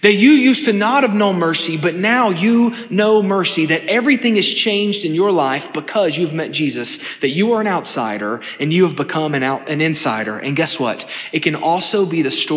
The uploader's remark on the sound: This sermon was delivered on September 10, 2023 at First Baptist Church Hendersonville, NC.